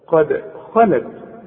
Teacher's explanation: قد الدال لازم هنقلقلها لأنها عليها الإيه؟ السكون. عند الوصل وعند الوقف قد خلت.